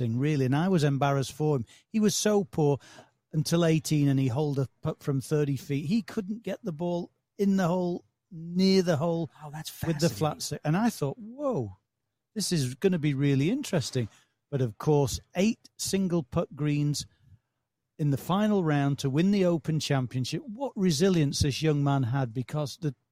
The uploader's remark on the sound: broadcasts live from the 149th Open Championship